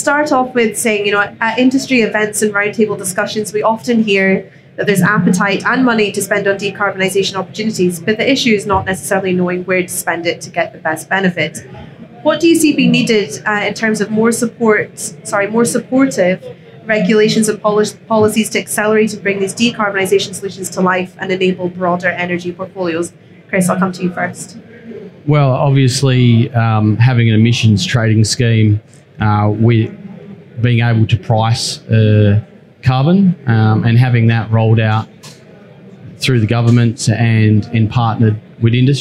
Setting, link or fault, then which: setting, busy venue